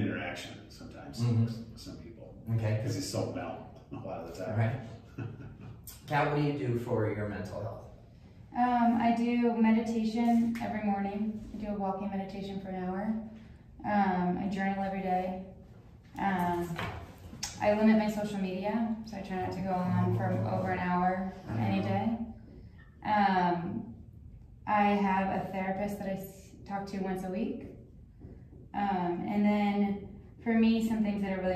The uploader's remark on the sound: Today's episode is taken from a live event. At the event Unleash Your True Potential, we asked two members of the audience to share the best skills that they use to balance their daily lives.